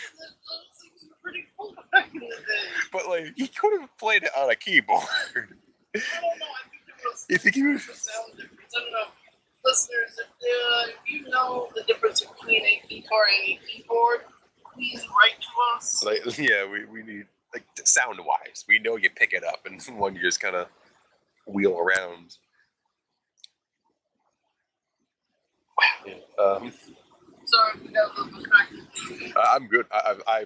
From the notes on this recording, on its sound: Mind the audio on this one. It's usable, but before we had anything like a sharable microphone.